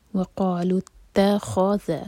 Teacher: تا لائٹ خا ہیوی، ذال لائٹ، اور ذال کو ز نہیں بنانا، یہ بہت کامن مسٹیک ہے.